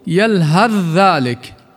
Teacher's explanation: ومثلها الثاء مع الذال في قوله تعالى يلهث ذلك، ثاء يجي بعديها ذال، وتلفظ يلهث ذلك على الذال مباشرة راحت الثاء. ومعلوم أننا إن وقفنا على كلمة يلهث يلتغي الإدغام وتصبح همسا في الثاء، بتصير يلهث إذا وقفنا، إذا أدغمنا نقول يلهث ذلك. · Term: إدغام المتجانسين